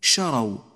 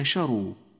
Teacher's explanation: الراء مفتوحة وليست مضمومة · Shown in: first take